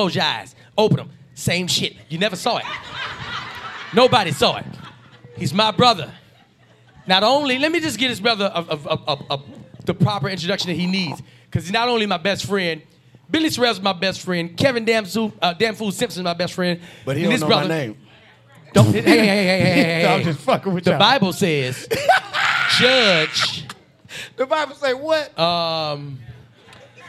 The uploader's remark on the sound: LIVE in Houston!